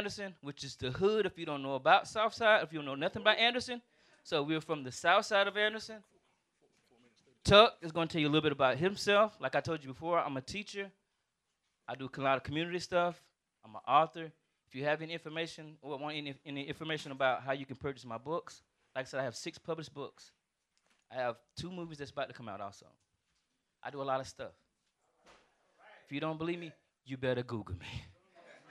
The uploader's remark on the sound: This edition of the RVC LIVE from th HAUS OF ART